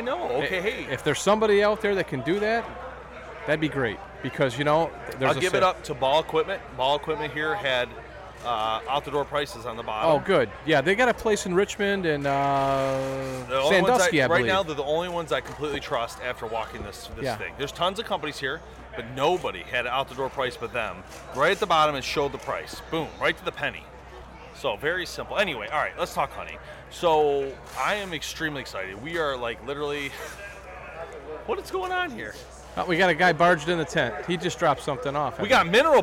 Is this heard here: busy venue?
yes